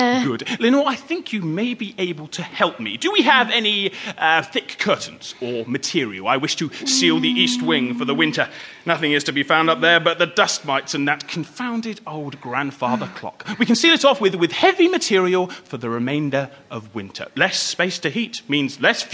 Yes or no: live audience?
yes